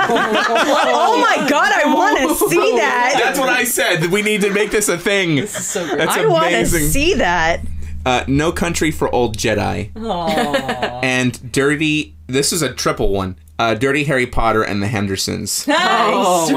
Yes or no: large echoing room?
no